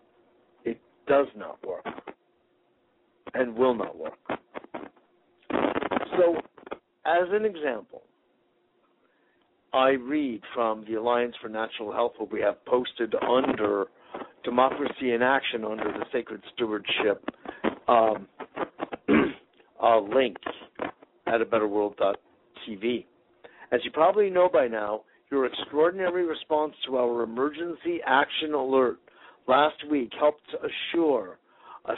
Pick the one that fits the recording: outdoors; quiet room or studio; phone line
phone line